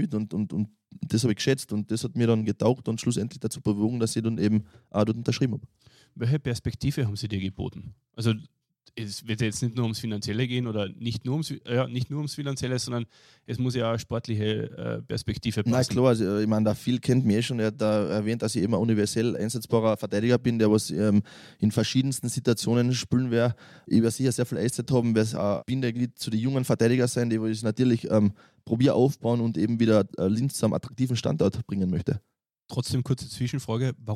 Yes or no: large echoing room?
no